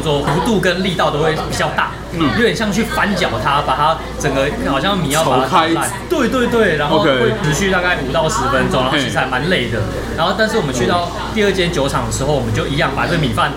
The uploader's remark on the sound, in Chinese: 本集白噪音指數：暴風級 5/5。儘管在某個初春的週末夜裡，【SAKEMARU Bar】內高朋滿座，熱鬧歡樂之際又極度充實了本集背景的白噪音。錄音地點： SAKEMARU Bar - 瑞安店。